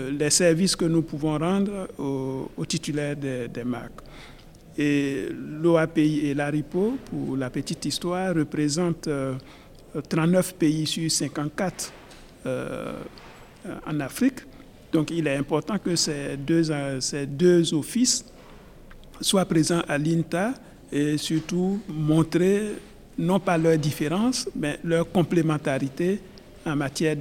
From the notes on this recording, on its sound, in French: Cet épisode a été enregistré en marge de la réunion annuelle de l’INTA à Singapour en mai 2023.